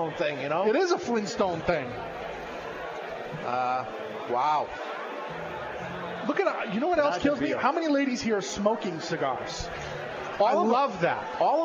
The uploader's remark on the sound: LIVE from Colorado Rocky Mountain Cigar Festival